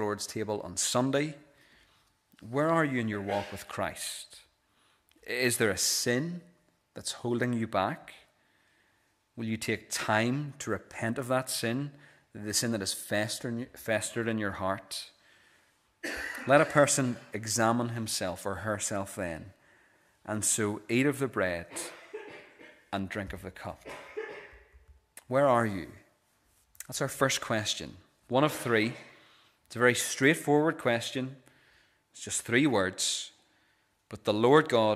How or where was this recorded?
large echoing room